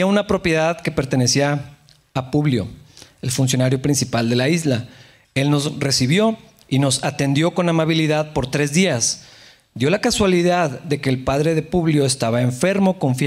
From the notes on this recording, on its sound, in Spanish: en la iglesia de Capilla Calvario Chihuahua